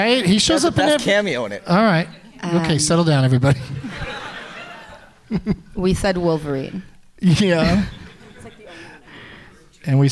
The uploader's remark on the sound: Live from the Royal Cinema in Toronto